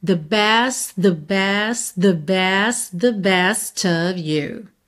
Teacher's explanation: Você meio que vai juntando o T final de cada best com o TH do início de the.